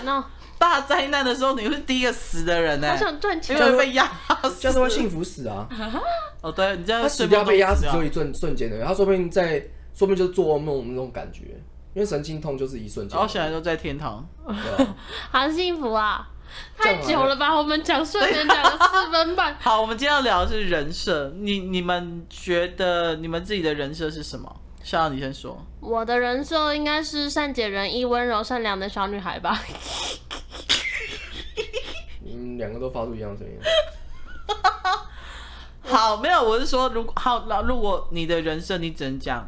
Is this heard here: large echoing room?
no